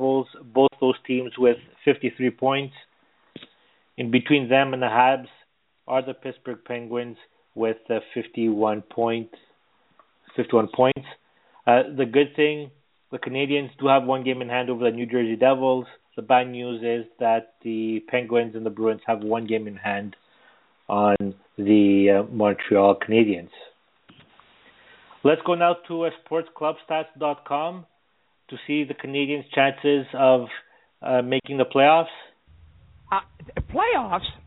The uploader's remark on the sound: as we take your phone calls